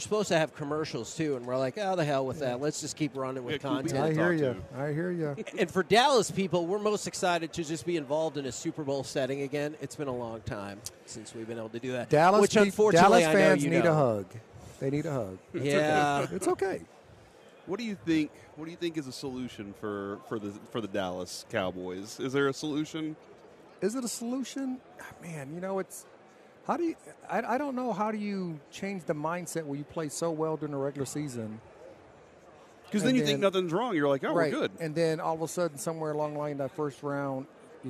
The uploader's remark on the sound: LIVE from Radio Row in Las Vegas!